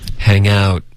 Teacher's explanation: 要用后鼻音，别顶舌尖